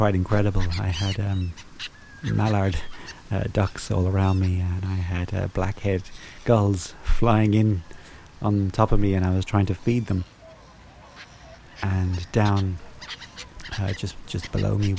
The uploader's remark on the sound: Spent 6 months recording over and under Lough Neagh waves in Co. Antrim. Spooky sci-fi sounds from the deep, including fish and animals.